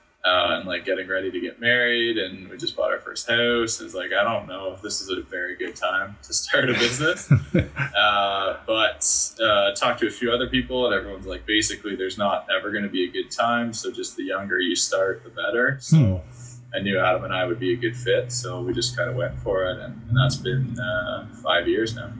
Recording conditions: poor sound quality